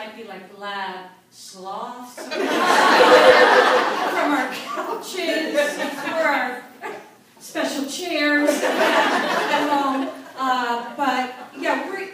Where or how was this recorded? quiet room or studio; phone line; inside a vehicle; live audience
live audience